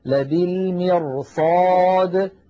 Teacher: تجدونها راء ساكنة قبلها مكسور وبعدها صاد مفتوحة، والصاد كما مر معنا من حروف خص صادات، فالراء تتفخم تأثرا بجارتها الصاد المفخمة، ولا نقول أبدا يا إخوة لبالمرصاد، لا نقول ذلك. مثلا